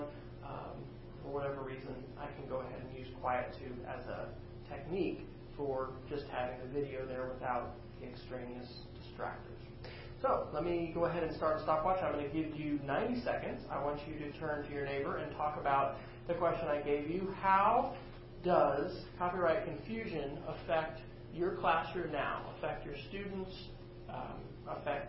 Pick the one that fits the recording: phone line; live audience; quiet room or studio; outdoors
live audience